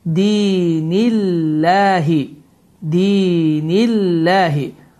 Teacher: nunun hərəkəsi kəsrə olduğu üçün Allah sözü incə şəkildə oxundu.